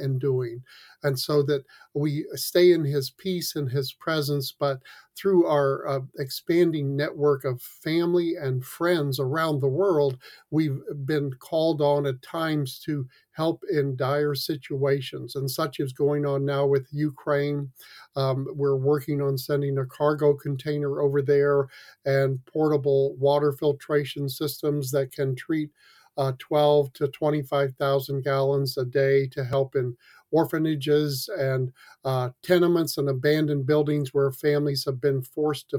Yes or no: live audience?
no